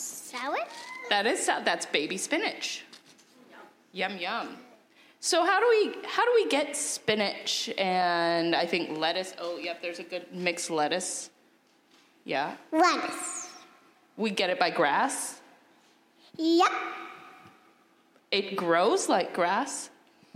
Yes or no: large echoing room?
yes